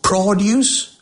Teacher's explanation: If you stress on the final part of the word, produce, it becomes a verb. If you enunciate or stress on the first syllable of the word, it becomes a noun.